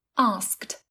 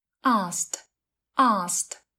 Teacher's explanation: Khi nói skt, skt sẽ khó, vì vậy âm k nằm giữa âm s và t thường được lược bỏ. · Shown in: second take